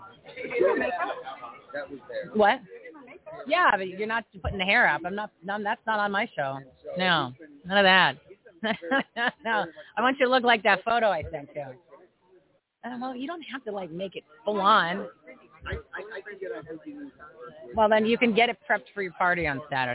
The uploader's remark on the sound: LIVE FROM REAWAKEN TOUR IN PHOENIX